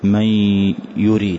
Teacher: أدغمها وأظهر الغنة فأحذف النون تماما وأتي بغنة · Term: إدغام بغنة